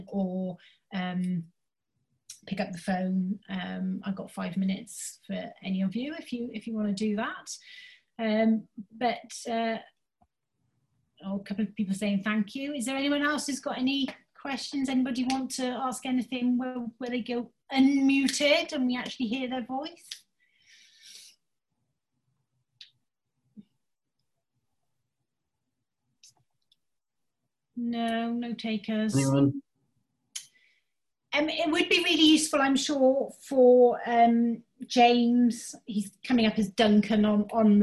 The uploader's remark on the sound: HR Insights came back in September 2020, this time as a virtual event.